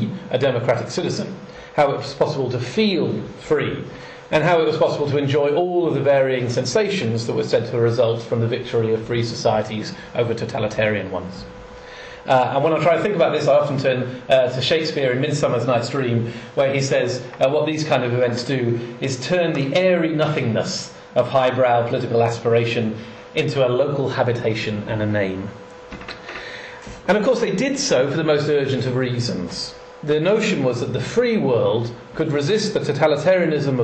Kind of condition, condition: setting, live audience